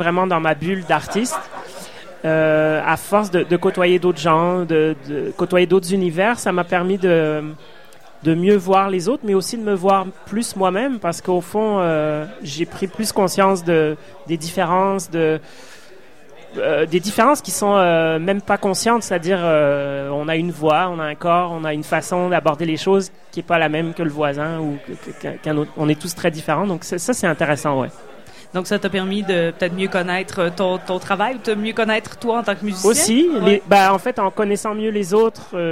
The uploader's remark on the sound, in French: au Festival d'été de Québec, sur les ondes de CKRL 89,1, en direct du Sacrilège